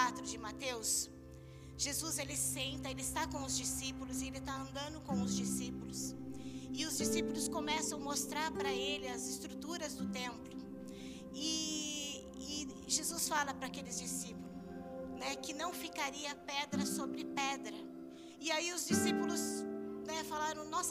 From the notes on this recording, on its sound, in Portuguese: Áudio do culto de domingo do dia 11/09/2022.